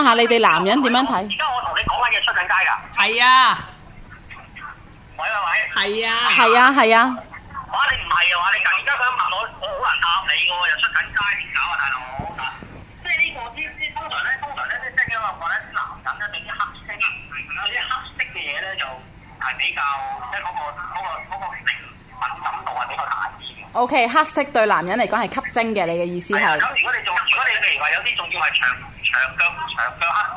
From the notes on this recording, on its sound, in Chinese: Phone Out 特別嘉賓 即場剖白內心。